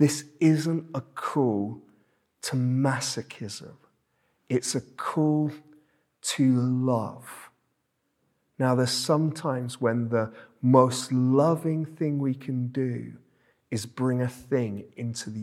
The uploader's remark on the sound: This sermon was preached at Welcome Baptist Church on Sunday 26th February 2023.